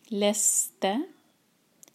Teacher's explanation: سین پر whistling sound آنا چاہیے